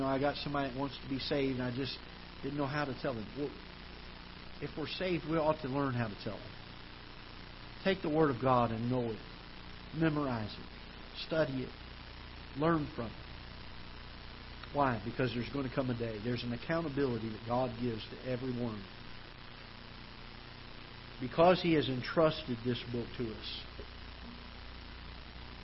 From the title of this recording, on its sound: Ketha Heights Baptist Church ~ Live Broadcast